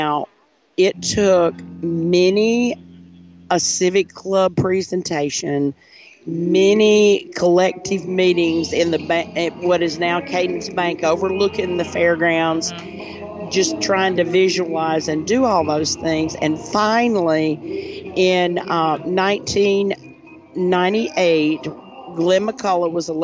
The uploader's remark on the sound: Today we’re On The Road live from the 25th Annual Tupelo Elvis Festival at Cadence Bank Arena in Downtown Tupelo!